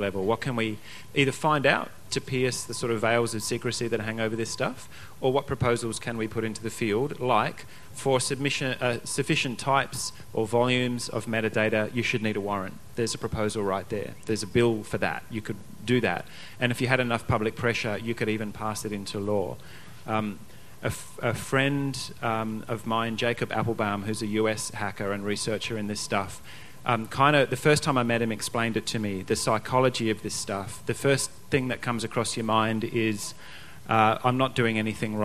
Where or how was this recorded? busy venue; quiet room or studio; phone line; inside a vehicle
busy venue